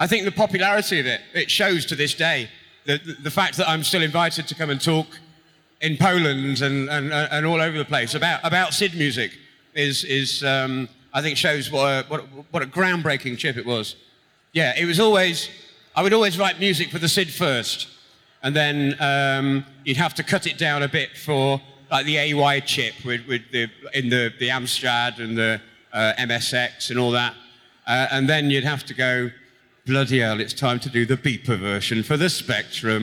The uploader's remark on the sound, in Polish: Nagranie to jest zapisem sobotniego panelu na scenie głównej festiwalu Pixel Heaven 2016.